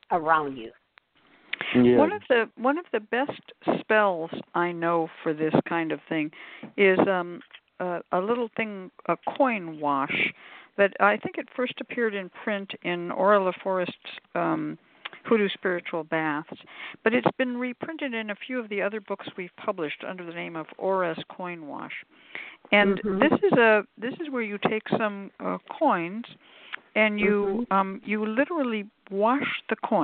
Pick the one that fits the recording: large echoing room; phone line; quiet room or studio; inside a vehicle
phone line